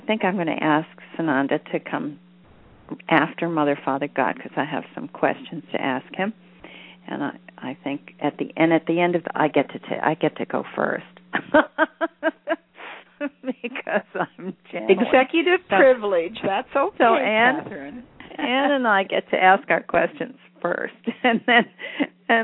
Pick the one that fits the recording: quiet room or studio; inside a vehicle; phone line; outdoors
phone line